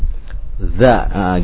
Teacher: za itu kan makhraj hurufnya asalnya dari ujung lidah bertemu dengan ujung gigi seri